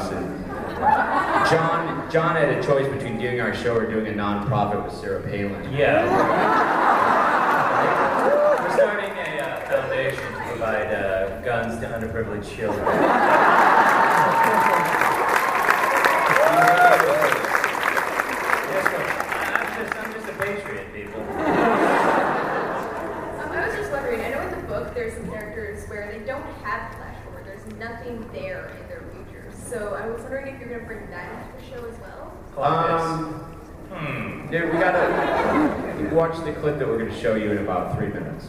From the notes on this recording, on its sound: Comic-Con 2009: Flash Forward Panel. Here is that panel in audio form.